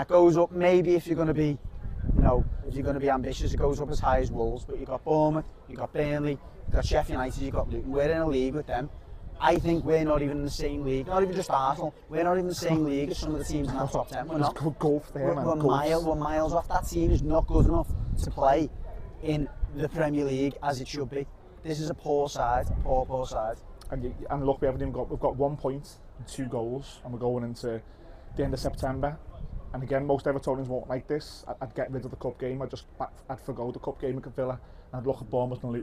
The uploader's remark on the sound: live from Goodison Park